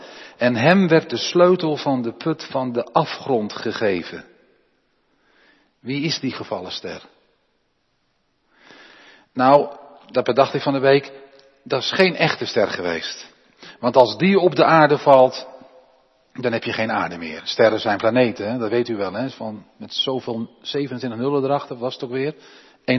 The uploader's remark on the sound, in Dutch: De preek is op 13 maart opgenomen in de Jeruzalemkerk in Groningen.